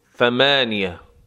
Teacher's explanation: برخورد نوک زبان با نوک دندانهای آرواره بالا در جلو